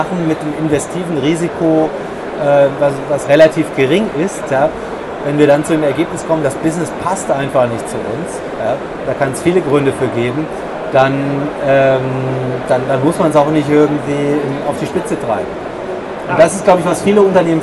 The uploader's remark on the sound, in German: DMEXCO Spezial. Der Ton ist überschaubar, aufgrund der Hintergrundgeräusche der Messe, aber es geht gerade noch so.